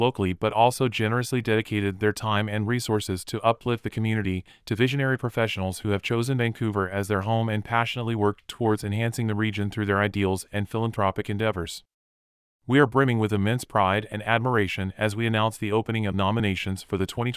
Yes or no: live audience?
no